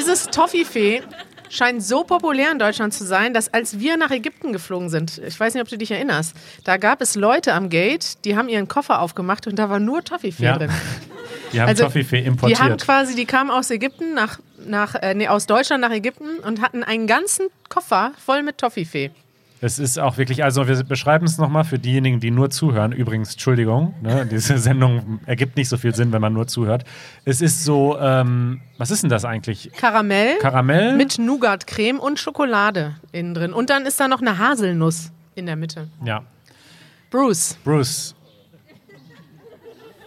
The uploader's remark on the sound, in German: Wir machen den großen Süßigkeiten-Test — live vor Publikum in Berlin.